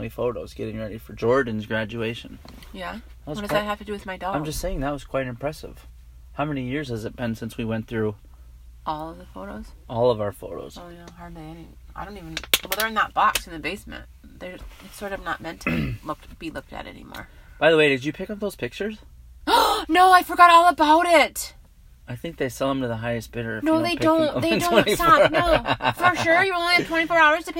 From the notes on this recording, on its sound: This episode was recorded live in our truck.